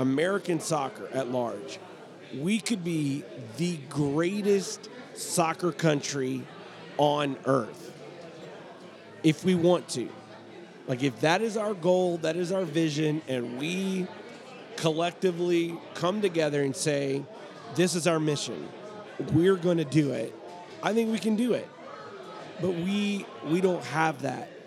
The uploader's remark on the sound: Live at the Bar of the US Soccer AGM